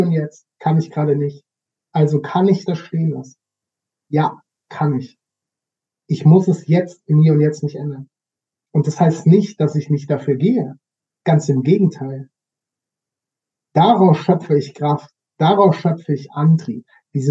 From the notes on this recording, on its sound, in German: Ich mag mich für die Ton-Qualität entschuldigen, da ich da etwas unaufmerksam war